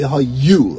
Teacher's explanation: you want to say vihayu as if there's a dagesh chazak inside the yud, even though there isn't. Because you don't want it to sound like vihau, right?